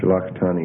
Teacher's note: Stress on the ani there. Shalach Tani. And so you just reduce the first syllable to Shua. And, well, the spelling will be Sheen with Shua, Lamath with Pathak, Chayth with Shua, Tau with Dagesh and Pathak, Nun with Hirik Yod.